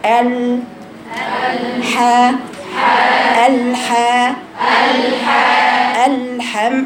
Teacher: ببين إن حرف اللام منفصل عن حرف الحاء